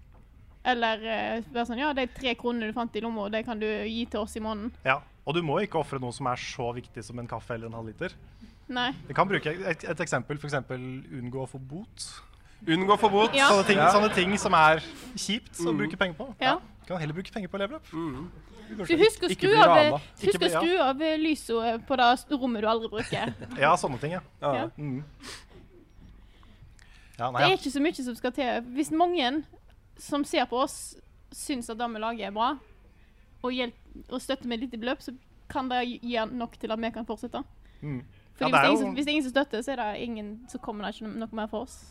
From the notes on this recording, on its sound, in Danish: LIVE fra Tilt. Begivenheten ble markert med liveshow på Tilt i Oslo.